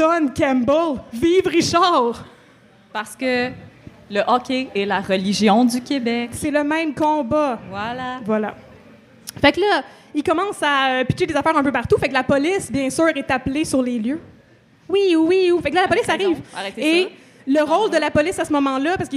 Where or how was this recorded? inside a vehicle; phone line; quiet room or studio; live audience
live audience